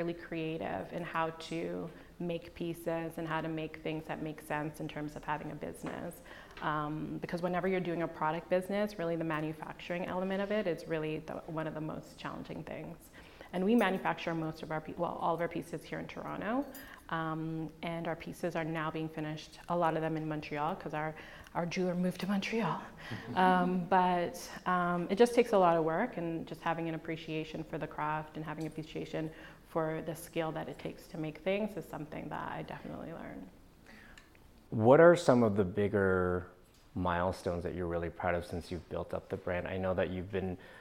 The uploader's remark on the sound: In front of a live audience. Held in a live format at the Pinterest Canada headquarters in Toronto.